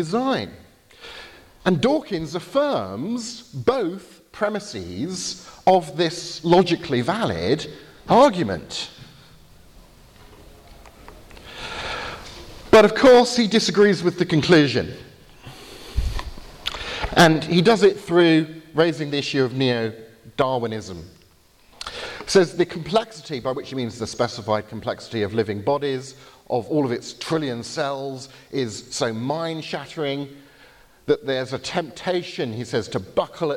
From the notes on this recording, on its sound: Lecture at the Veritas Conference , Bibelskolen i Grimstad , Norway, October 2019.